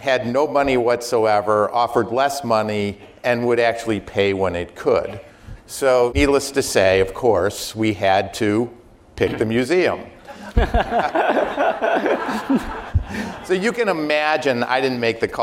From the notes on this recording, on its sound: live RBCDisruptors event